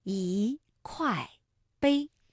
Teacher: 一块碑的块是四声，那这个时候啊，一读二声